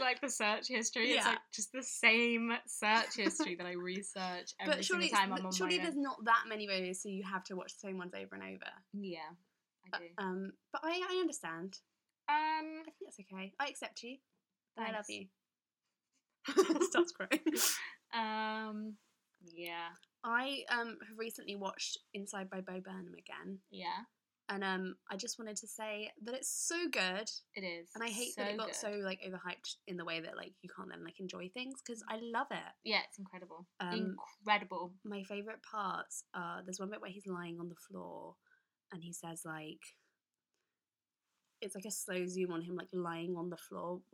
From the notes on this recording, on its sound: Sorry for the audio quality!